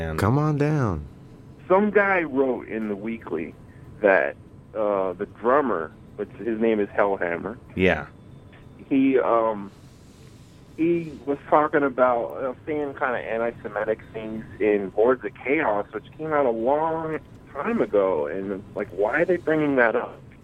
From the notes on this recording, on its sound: Tonight the guest is you the listener. Talks on the phone.